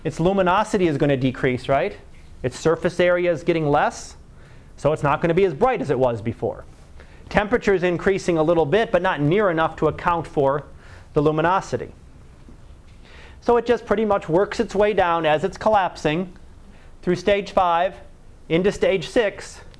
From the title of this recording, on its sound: Live Class Lecture